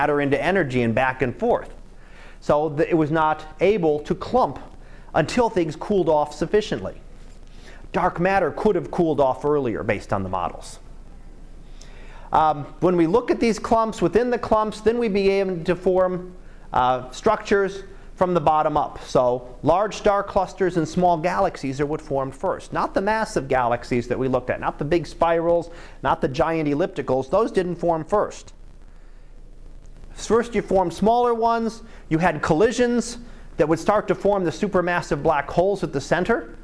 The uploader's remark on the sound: Live Class Lecture